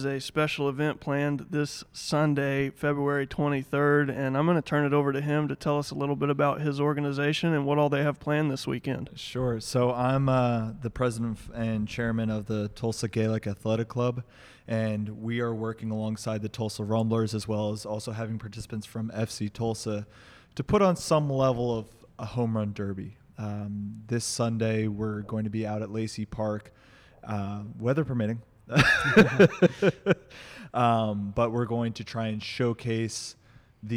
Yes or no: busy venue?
yes